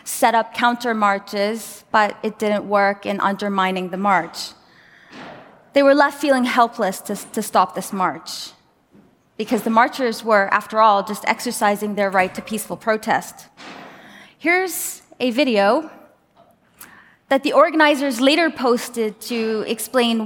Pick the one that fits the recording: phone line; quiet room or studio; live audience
live audience